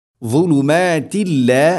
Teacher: തൻവീന് ശേഷം ലാമ് ഇദ്ഗാം ബിലാ ഗുന്ന, മണിക്കാതെ കൂട്ടിലയിപ്പിക്കണം തൻവീനിനെ ലാമിലേക്ക്